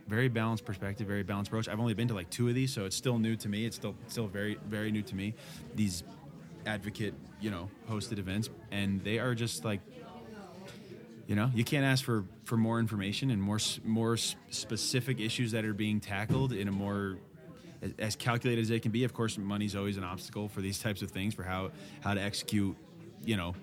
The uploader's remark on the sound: This is the first of our podcasts recorded at The 2023 Yellowstone Wolf Summit in Gardiner, Montana!